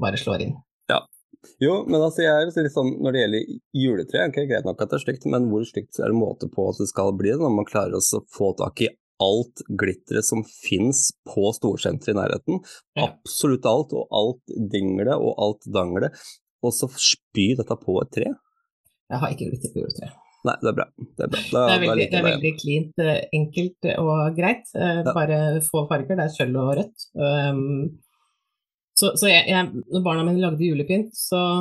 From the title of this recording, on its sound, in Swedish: LIVE på Instagram